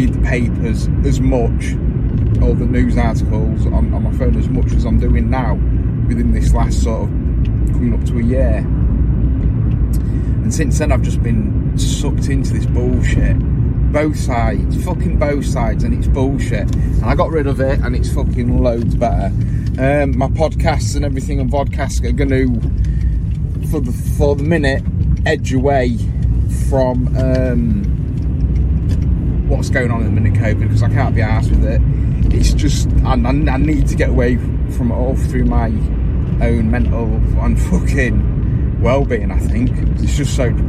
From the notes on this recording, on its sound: CarCast